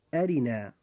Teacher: كلمة أرنا جاء حرف الراء فيها مكسورا فترقق هذه الراء عند النطق · Term: الترقيق